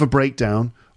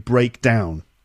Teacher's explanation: So when it's a noun, the first syllable is stressed · Shown in: first take · breakdown.